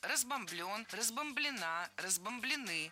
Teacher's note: Обратите внимание, ни в одной форме корень не ударяем.